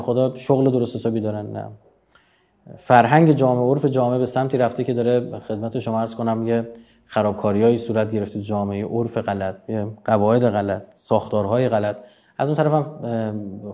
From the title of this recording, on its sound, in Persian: سخنرانی (لایو)